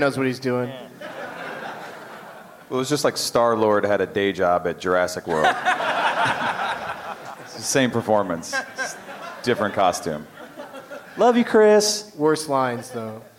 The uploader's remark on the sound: Live from the Gramercy Theatre in NYC